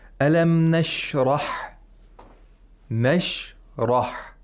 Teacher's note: Because of the fatha. So you have to pronounce the ra thickly, with velarization. · Term: tafkhim